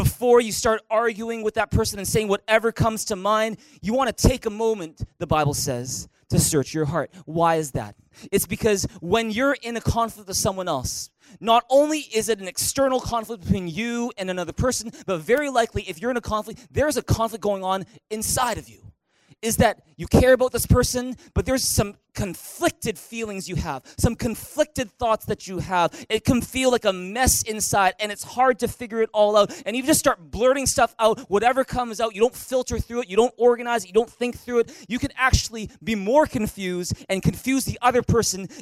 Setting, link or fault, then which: setting, large echoing room